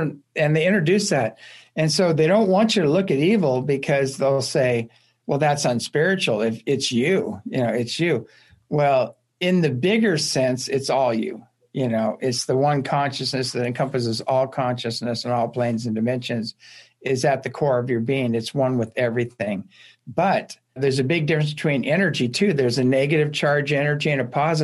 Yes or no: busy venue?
no